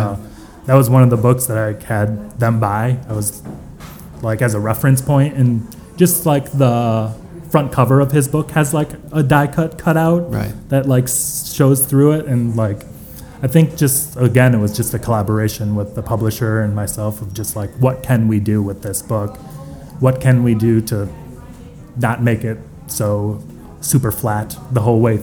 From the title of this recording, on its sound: from the NYABF at MoMA PS1